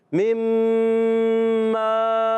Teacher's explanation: ایک غنہ ہوگا پھر مد ہوگی پھر غنہ ہوگا